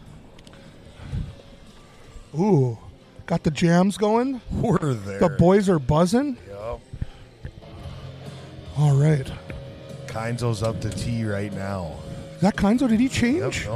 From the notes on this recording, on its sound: Coming to you from the beautiful Wildwood Golf Course in Burlington, ND it's the first annual Kirk Elm Classic.